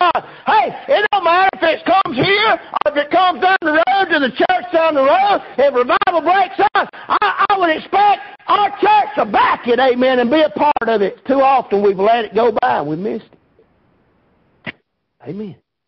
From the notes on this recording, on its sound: Preached at Prayer Baptist Church